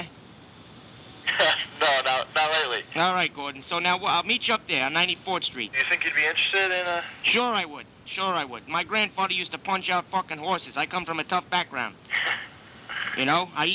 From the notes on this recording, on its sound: Prank Phone Calls